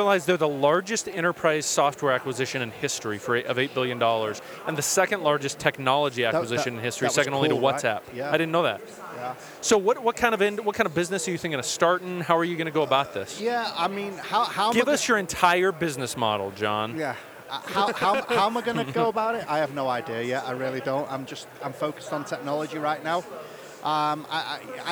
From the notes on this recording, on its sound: We're here at our second Silicon Slopes event